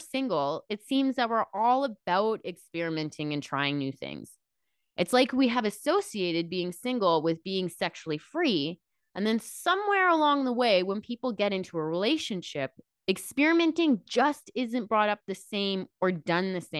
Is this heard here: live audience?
no